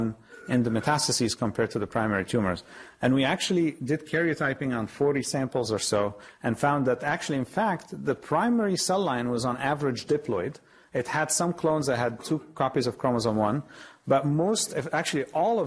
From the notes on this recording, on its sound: Norris Cotton Cancer Center Grand Rounds presented on November 28, 2017